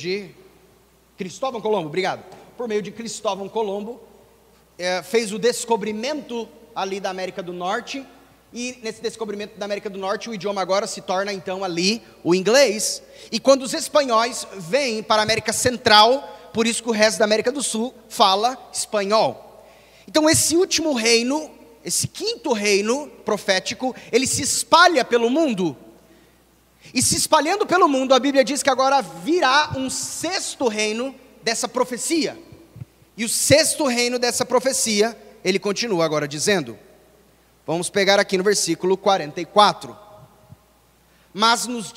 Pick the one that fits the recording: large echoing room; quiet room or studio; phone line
large echoing room